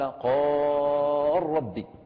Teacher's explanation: فأبدل اللام راء وأدغم الراء في الراء · Term: الإدغام الكبير